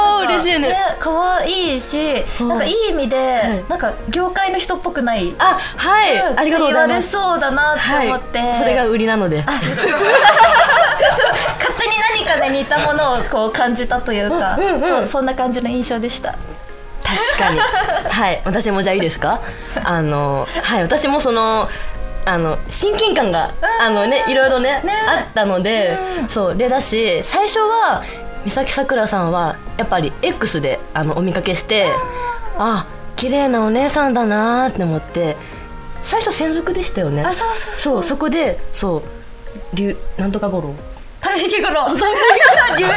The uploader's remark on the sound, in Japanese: 久しぶりの公開収録です！